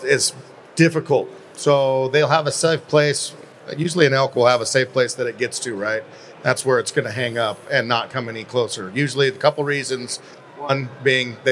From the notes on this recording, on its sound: recorded at the Pacific Northwest Sportsman Show